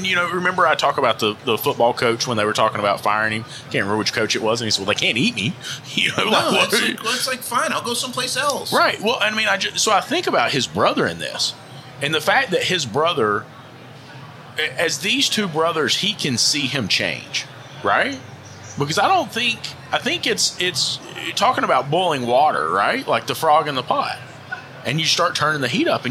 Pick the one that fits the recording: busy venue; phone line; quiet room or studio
busy venue